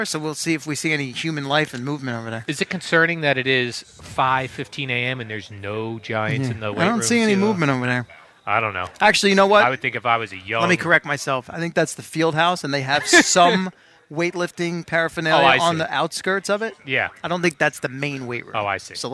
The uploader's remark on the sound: Live from Giants camp